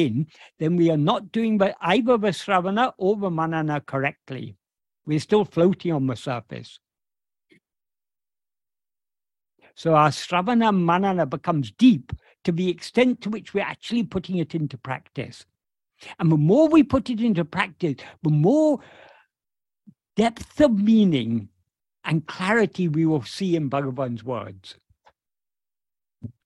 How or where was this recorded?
video call